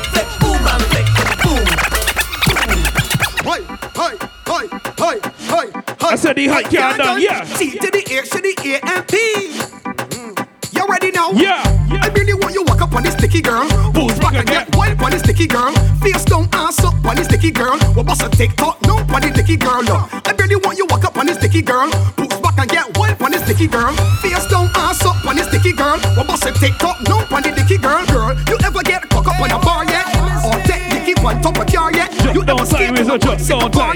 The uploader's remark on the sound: LIVE AUDIO FROM ANOTHER MOTIVE AFTER PARTY: IT'S A CARNIVAL DAY PARTY